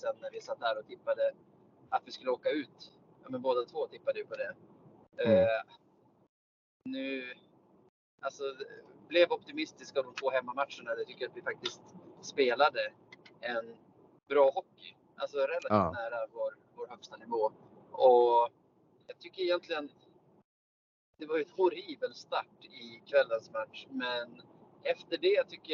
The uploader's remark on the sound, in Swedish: Spelar in från bilen på E18 mellan Västerås, vilket hörs på ljudkvalitén.